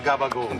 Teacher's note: The second to last vowel sound, an O sound, gets raised, so change that to an U. And toss out the last syllable.